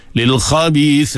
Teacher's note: Ujung tu kan ada nafas keluar.